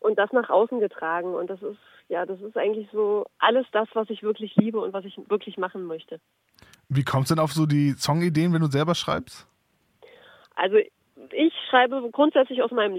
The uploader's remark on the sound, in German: Am Telefon